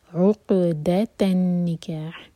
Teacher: عین حلق سے اور پھر قاف پر قلقلہ اور سکون کے بعد دال ہے تو دال پر زور دیا جائے گا.